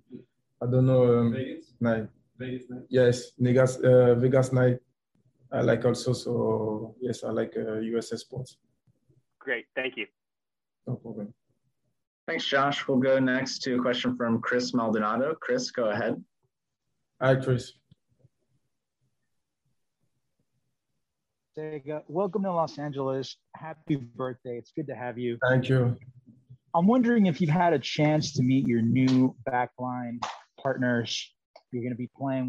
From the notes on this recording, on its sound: Media Video Conference Call